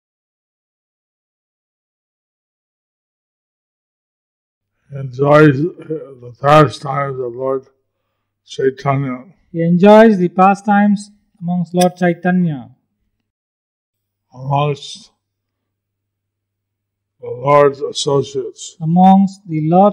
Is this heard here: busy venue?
no